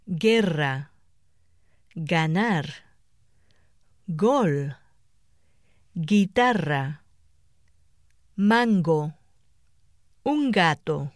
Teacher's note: At the start of a breath group or after N, the combinations GA, GO, GU, GUE, and GUI are pronounced like a weak English G as in gate.